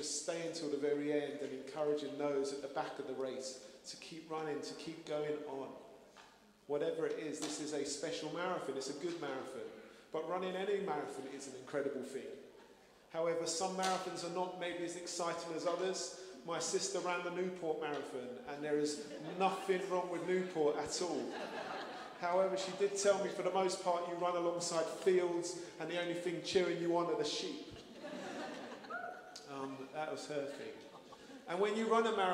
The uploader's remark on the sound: Streamed live at St Paul's Shadwell on Sunday, 23 April 2023